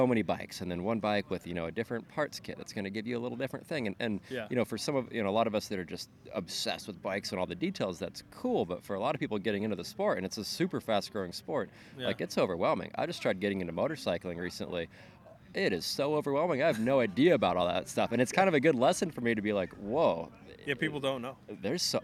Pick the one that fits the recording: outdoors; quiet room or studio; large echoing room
outdoors